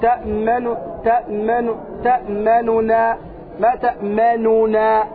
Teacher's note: والروم فيها هو خفض الصوت مع الإسراع فيه عند النون الأولى مع إظهار النونين